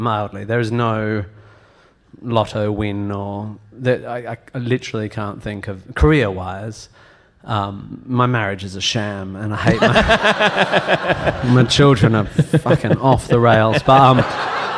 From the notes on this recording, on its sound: live on stage for a sold-out podcast performance